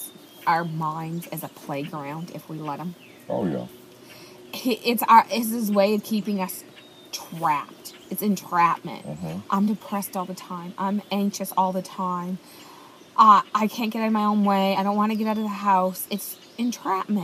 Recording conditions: phone or laptop microphone